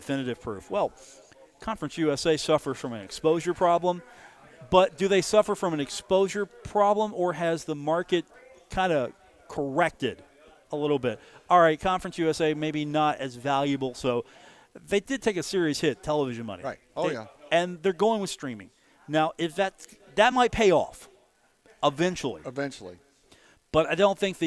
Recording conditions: busy venue